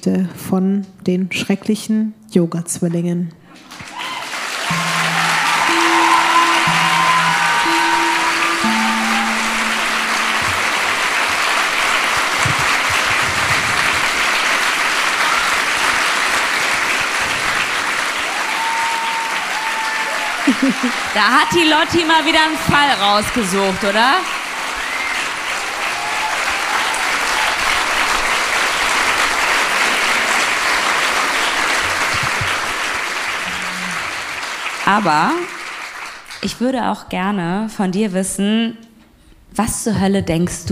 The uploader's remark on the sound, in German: LIVE in Köln